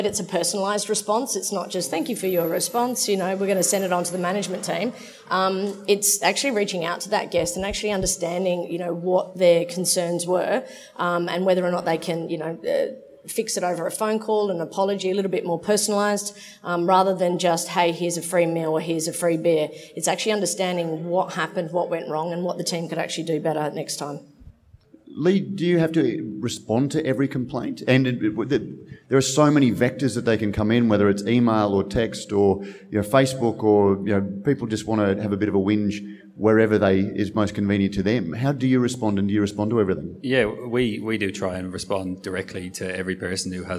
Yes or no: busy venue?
yes